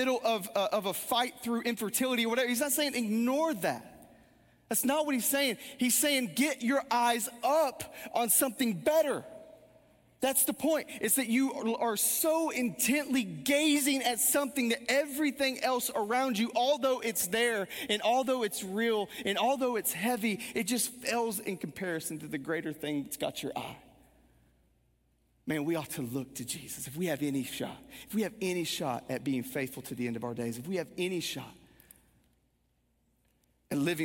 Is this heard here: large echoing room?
yes